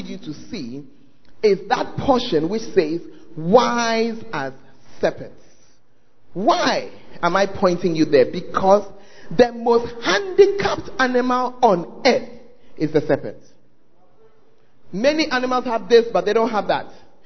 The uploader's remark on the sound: Preached At The Firstlove Centre, Ayeduase (Gathering Service)